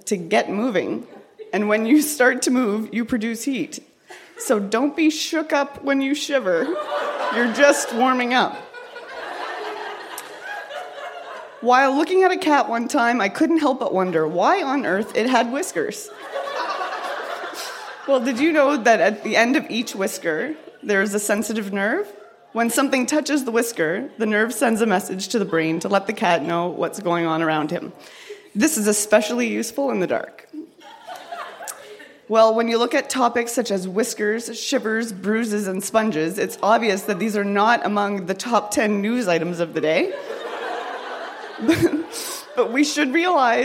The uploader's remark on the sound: Recorded live at the Black Knight in Yellowknife.